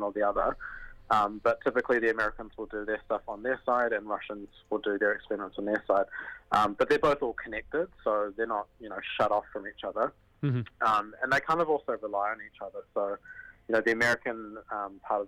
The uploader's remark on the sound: jumps on the phone